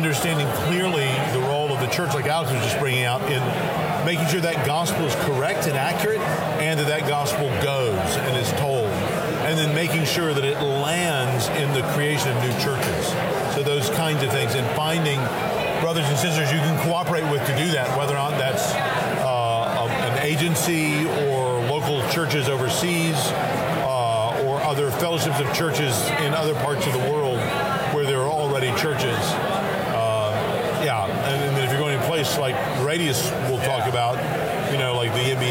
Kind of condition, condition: setting, busy venue